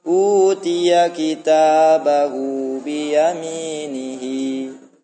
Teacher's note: u tinggi ya, tapi hi rendah, tapi panjangnya tetap sama